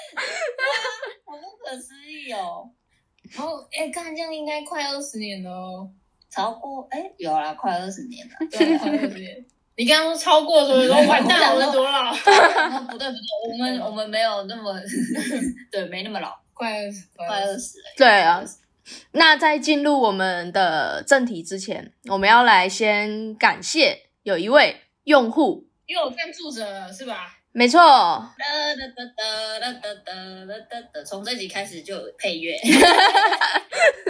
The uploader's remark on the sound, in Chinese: 本集由於過年期間錄製，外來聲音影響重疊，加上第一次嘉賓來訪，聲音錄製的品質稍有影響，請各位聽眾見諒。